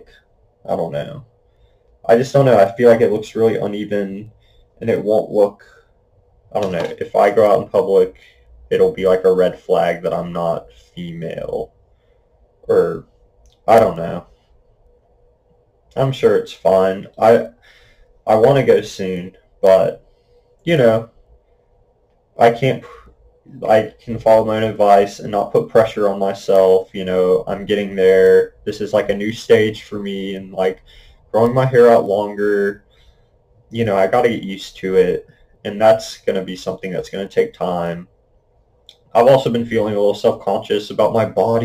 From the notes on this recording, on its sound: I would like to apologize for the messy audio quality, I am still figuring out the proper way to use my new microphone